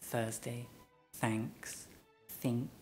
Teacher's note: Now remember, we have the same TH sound without the voice that you have in Castilian Spanish when you say gracias